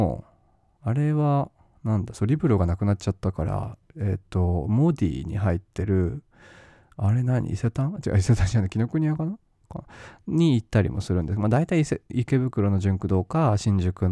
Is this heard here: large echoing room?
no